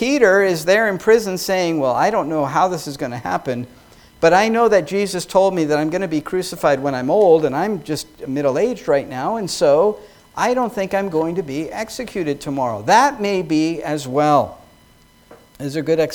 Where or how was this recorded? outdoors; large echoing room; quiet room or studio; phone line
large echoing room